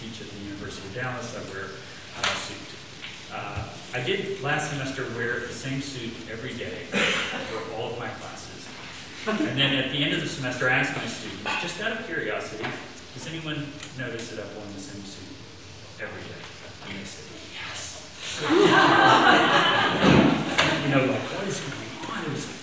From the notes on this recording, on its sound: best quality audio available